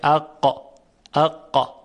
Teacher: صدای قاف صدای شدیدی است و قطع میشه